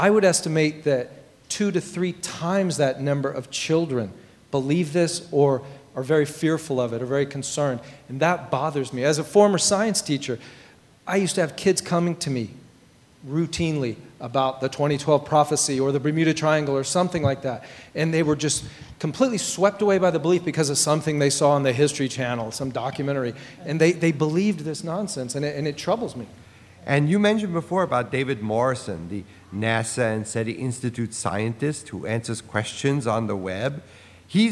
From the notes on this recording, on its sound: Recorded before a live audience at the Computer History Museum.